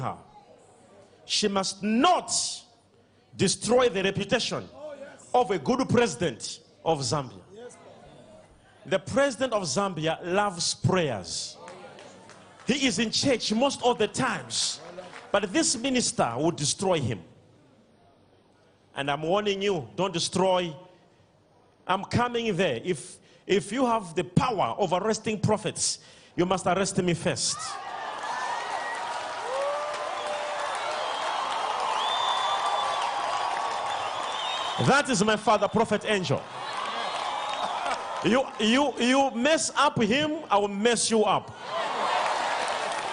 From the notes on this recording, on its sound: LIVE SUNDAY SERVICE.